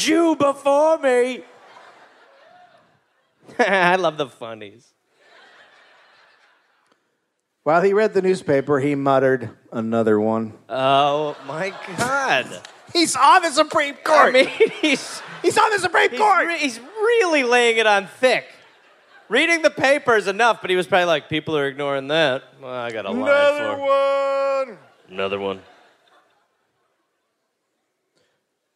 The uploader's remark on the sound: Live in DC